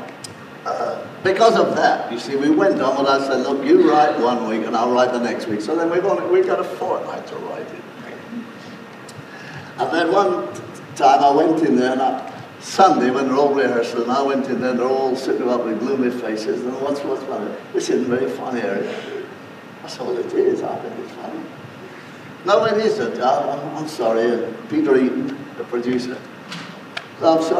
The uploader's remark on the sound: This is an archive recording and therefore the sound quality is poor.